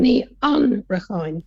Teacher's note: so it's four syllables. Ní Anarchán, and the stress is on the second.